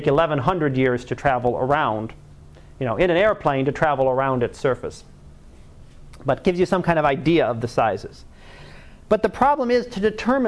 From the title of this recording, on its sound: Live Class Lecture